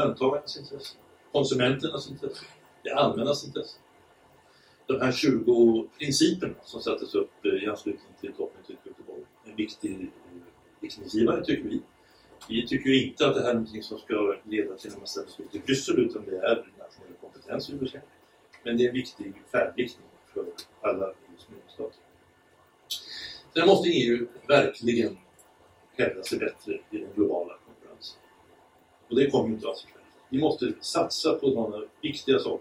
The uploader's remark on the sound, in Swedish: Klippet är taget från halvdagsseminariet Vilket EU vill vi ha? OBS: Samtalet är liveinspelat därav något dålig ljudkvaliet.